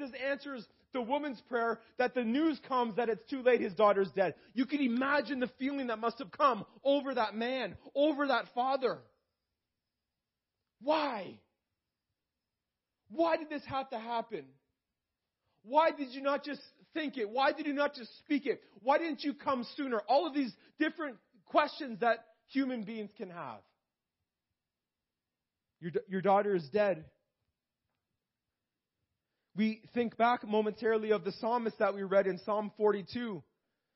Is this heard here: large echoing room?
yes